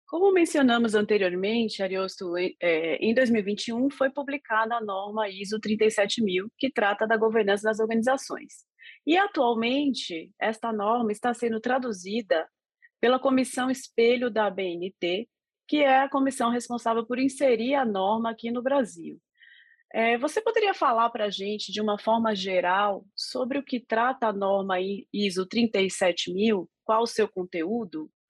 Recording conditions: video call